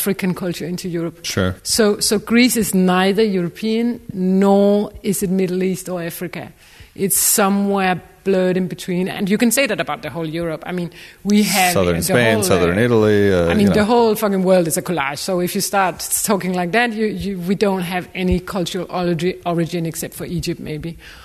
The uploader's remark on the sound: This is our first ever live recording in front of an audience. Sit down with us and a small audience at the Museums Building.